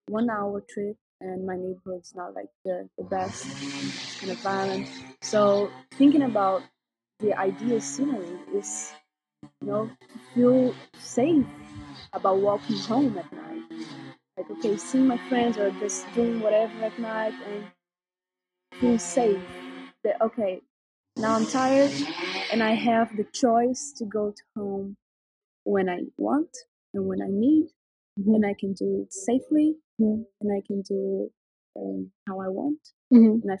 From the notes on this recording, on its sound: This episode has clearly been recorded outdoors... Sorry for the massive noises.